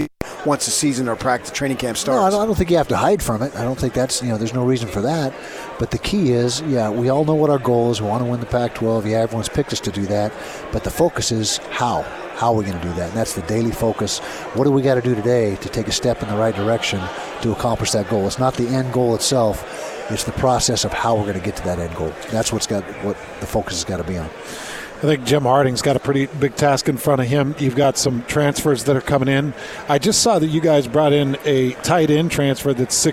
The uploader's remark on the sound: live from Pac-12 Media Day.